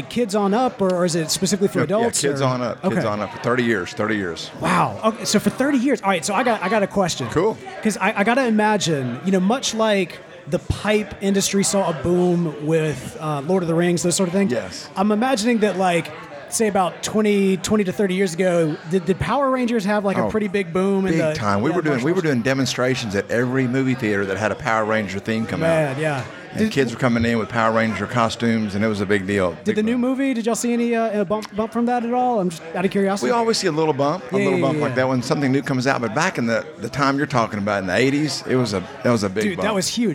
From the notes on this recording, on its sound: Tobacco Talk: Texas Tea (Live From Texas). Broadcast LIVE from the Texas Pipe Show!